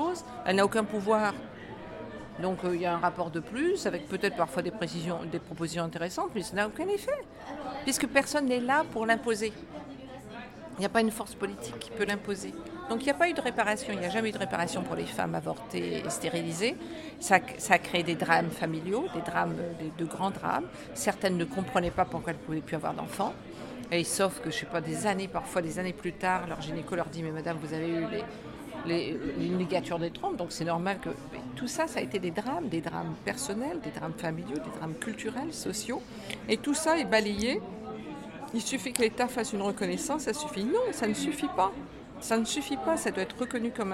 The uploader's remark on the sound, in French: la diffusion de la quasi intégralité de la conférence